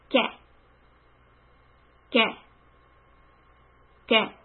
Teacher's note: The back of the tongue needs to go up and hit the upper palate where it is hard.